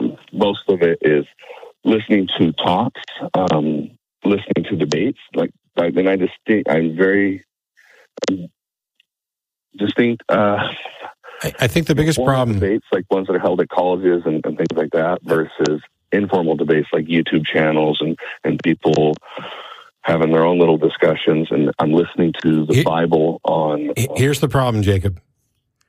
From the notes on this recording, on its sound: The Atheist Experience is a weekly call-in show from Austin, Texas intended for a theist and atheist audience. AXP streams live every Sunday.